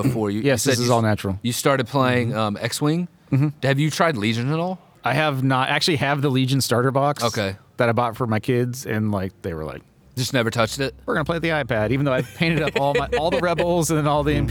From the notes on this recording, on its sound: Counter Charge kicks off our on-site Adepticon coverage with recordings from Weds March 22, 2023.